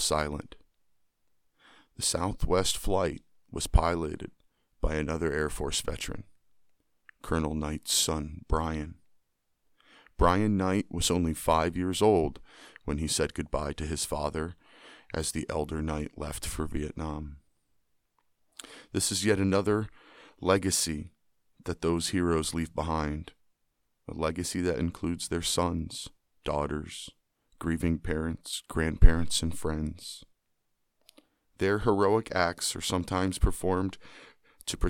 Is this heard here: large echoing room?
no